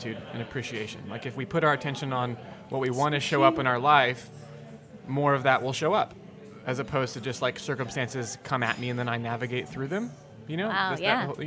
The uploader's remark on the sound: go on location at their favorite Los Angeles plant based food mecca, Cafe Gratitude